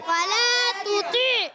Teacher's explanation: ولا تطیع میں واؤ کی ادائیگی ہونٹوں کی گولائی سے